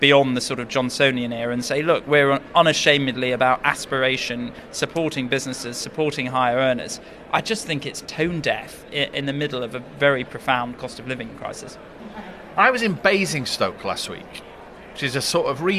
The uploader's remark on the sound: Is at the party’s conference in Birmingham.